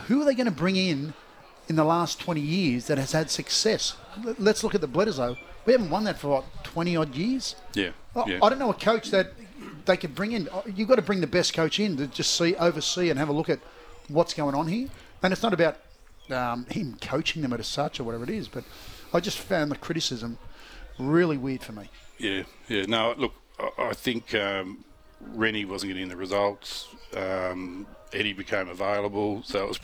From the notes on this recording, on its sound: He chats about some of the action going on live from Woy Woy oval.